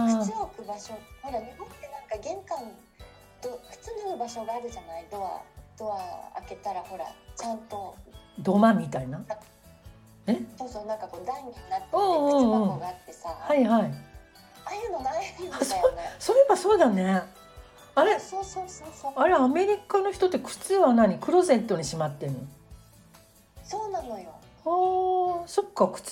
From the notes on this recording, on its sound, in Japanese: ZOOMでお話してみました。